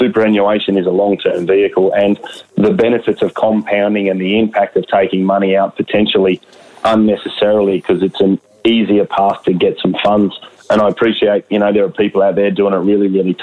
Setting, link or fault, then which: link, phone line